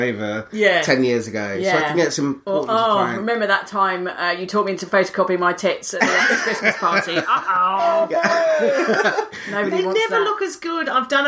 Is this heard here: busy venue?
no